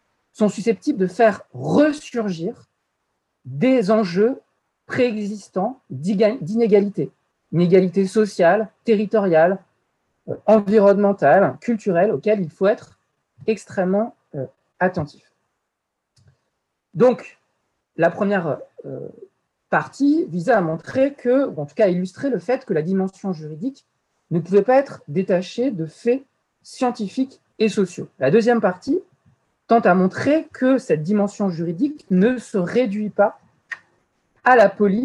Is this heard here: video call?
yes